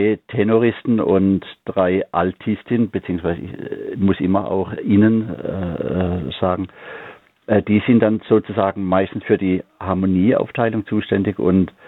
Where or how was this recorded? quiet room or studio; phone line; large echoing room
phone line